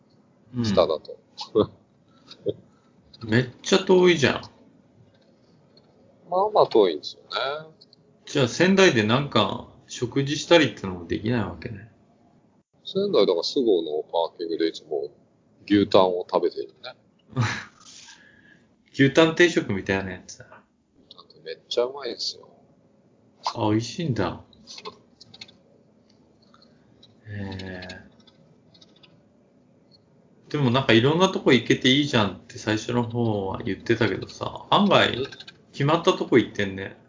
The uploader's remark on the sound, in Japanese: 今回は非常に音質が悪いです。